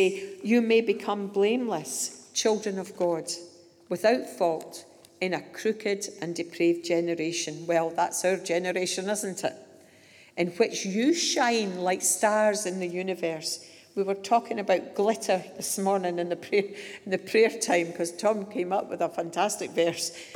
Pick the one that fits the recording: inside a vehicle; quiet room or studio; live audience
live audience